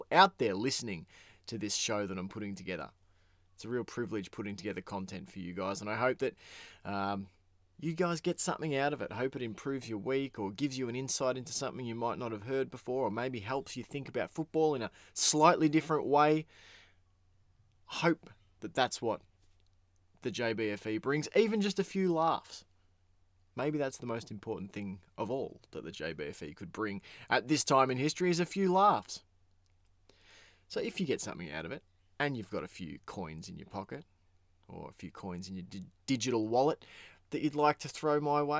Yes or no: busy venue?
no